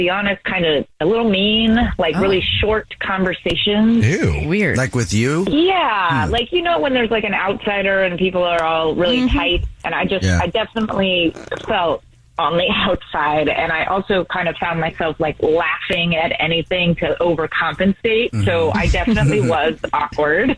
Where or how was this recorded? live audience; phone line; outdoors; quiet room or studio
phone line